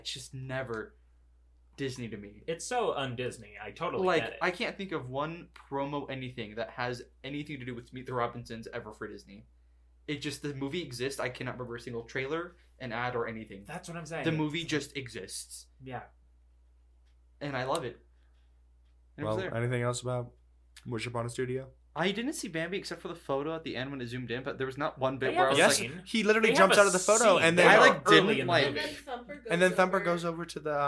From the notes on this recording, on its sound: NEW MICS (still tweaking so hopefully sound gets better as time continues)